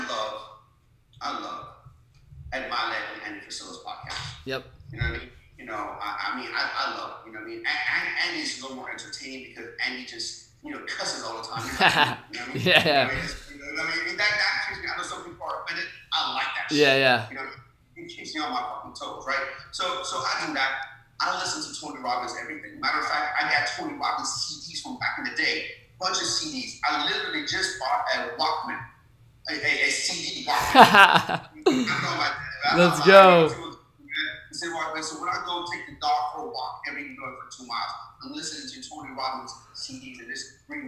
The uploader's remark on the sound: apologize for the bad audio on this episode, we had some technical difficulties and weren't able to do anything about it.